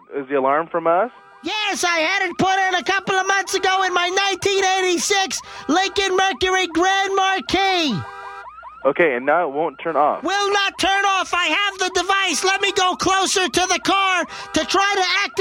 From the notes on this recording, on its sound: Personal Prank Phone Calls Collection.